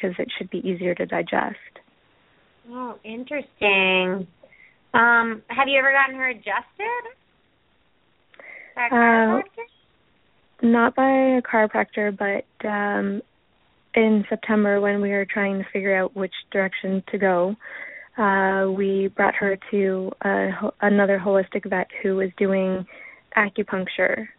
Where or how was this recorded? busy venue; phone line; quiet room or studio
phone line